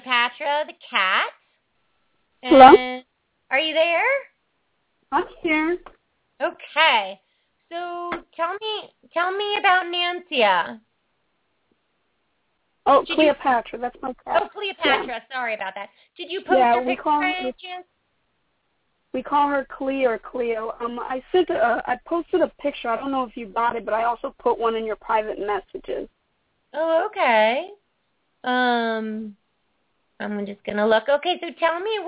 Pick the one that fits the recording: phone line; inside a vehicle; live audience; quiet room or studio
phone line